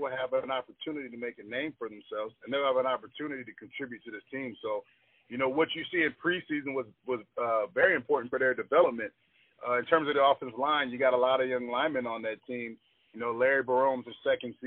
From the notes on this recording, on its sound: The conversation was done over the phone so the audio quality is not the best.